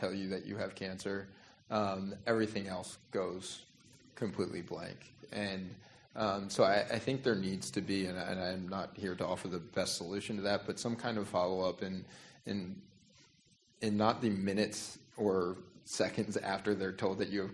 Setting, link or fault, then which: setting, live audience